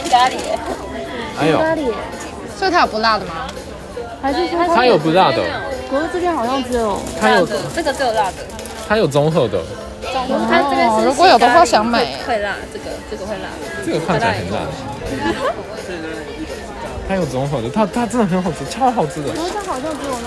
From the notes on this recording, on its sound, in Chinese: 屋外実況。台湾西門町のドンキホーテ店で実況してみた！唐吉哥德西門店現場實況收音。